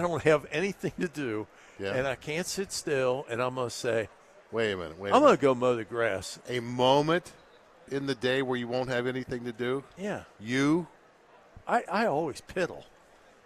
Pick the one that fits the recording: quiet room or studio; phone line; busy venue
busy venue